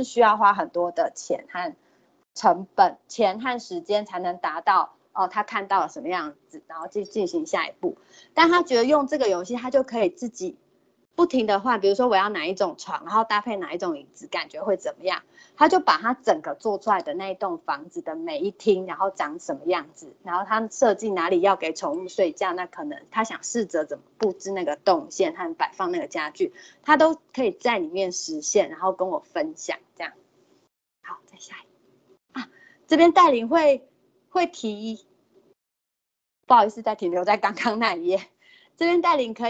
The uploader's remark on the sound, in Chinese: 講座錄音。此為線上課程錄音檔。